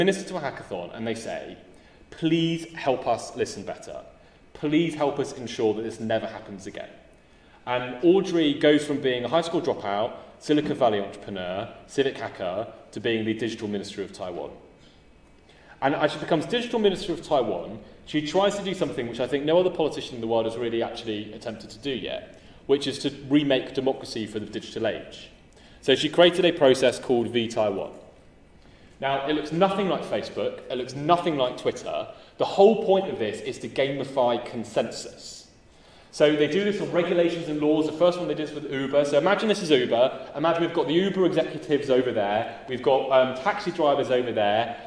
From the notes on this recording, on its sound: This O3C Seminar Series event was recorded March 15, 2019, at Loughborough University